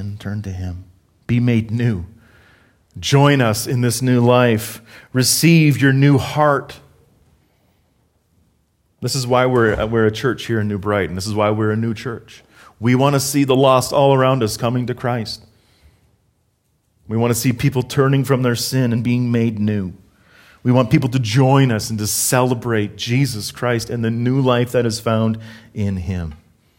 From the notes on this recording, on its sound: Harvest Calgary South Sermon Audio